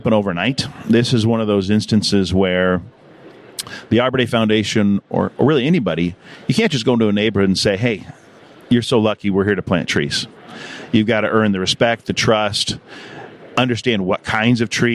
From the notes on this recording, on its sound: In this series, we set up a podcast booth in the Trees & Utilities Conference in #Pittsburgh, #Pennsylvania to talk with all the major players in the #VegetationManagement #industry.